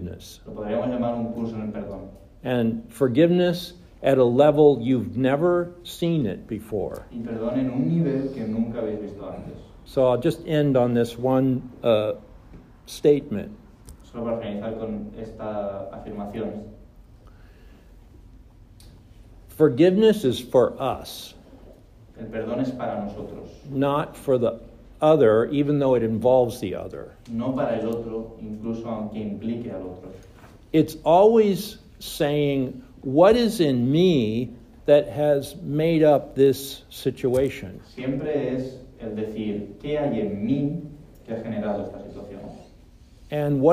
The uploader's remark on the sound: VALENCIA LRT. Spoken to a Spanish audience.